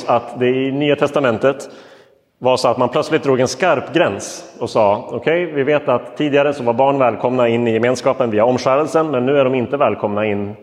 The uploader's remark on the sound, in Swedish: Inspelad i Roseniuskyrkan den 23 oktober 2022.